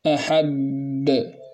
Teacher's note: نقف قليلا لتلك الباء الساكنة بدون قلقلة، ثم نقلقل الباء الموالية · Term: القلقلة الكبرى